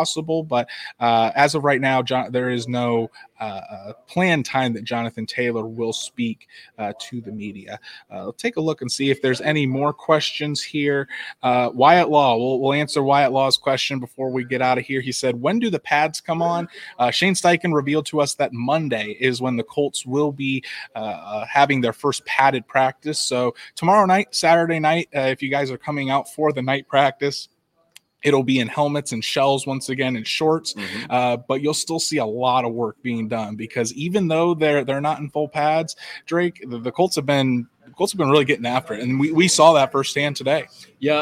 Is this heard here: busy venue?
yes